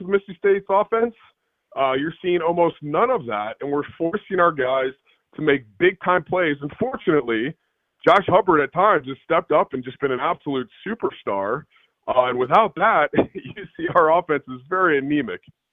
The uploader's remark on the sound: On the Farm Bureau guest line. Now live in the BankPlus Studio.